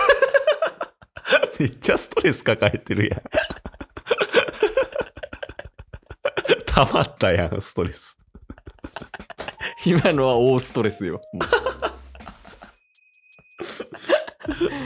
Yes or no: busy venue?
no